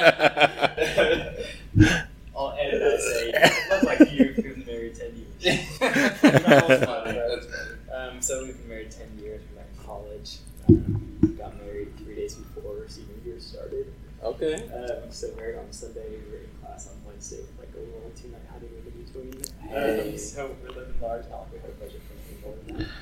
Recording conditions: poor sound quality